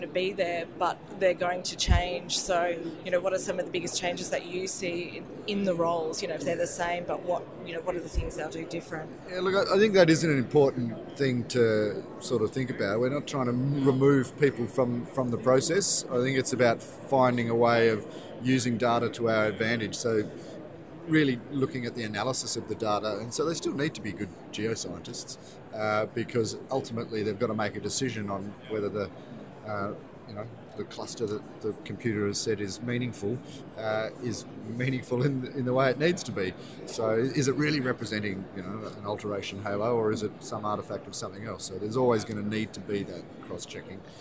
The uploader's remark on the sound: We took The GIM Channel podcast to PDAC 2018 in Toronto to join 25,000 mineral exploration professionals at the four day conference. From the trade show floor.